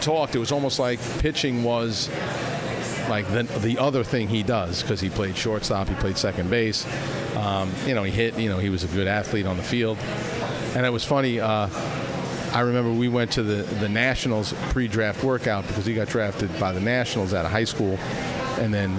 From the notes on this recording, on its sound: Recorded at Patchogue's Donatina's Pizza Cafe. The episode, recorded at Patchogue's Donatina's Pizza Cafe.